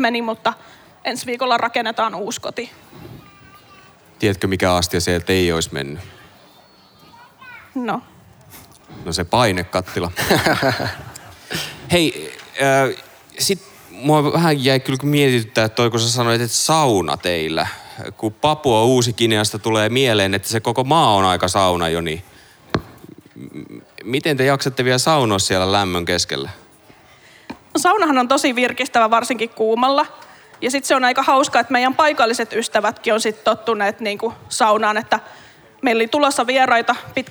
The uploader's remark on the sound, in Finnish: äänitys liveyleisön edessä Kansanlähetyspäivillä 2022